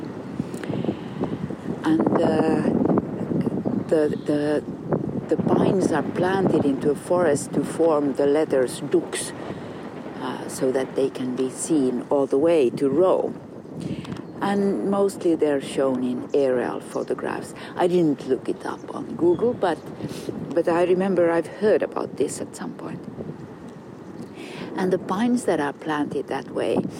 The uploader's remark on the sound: a series of conversations recorded with a pine tree in Kaivopuisto Park in Helsinki in 2023